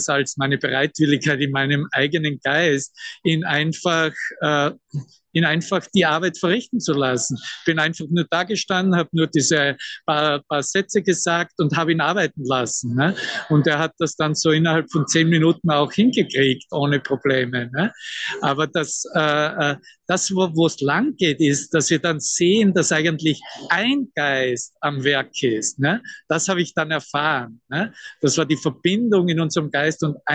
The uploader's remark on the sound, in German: Zoom-Session. Veranstaltet von der Aleph Akademie.